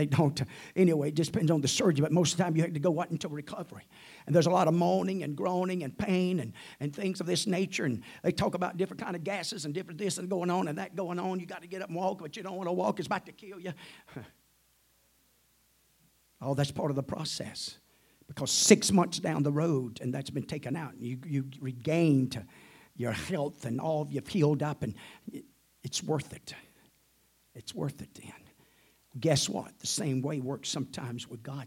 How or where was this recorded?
large echoing room